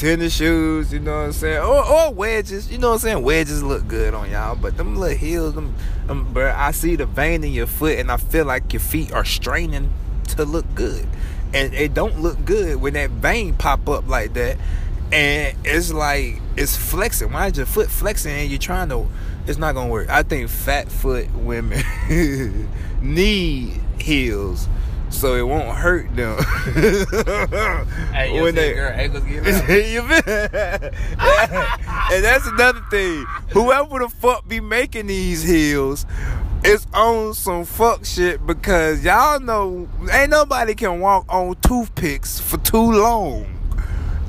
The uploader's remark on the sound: car ride and outside discussion